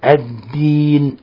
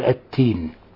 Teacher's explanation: قلب الدال تاء بسبب المبالغة في التشديد · Shown in: second take